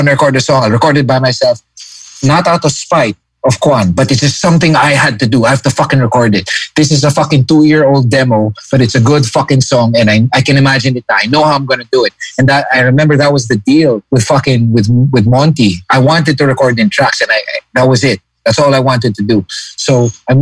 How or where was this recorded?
video call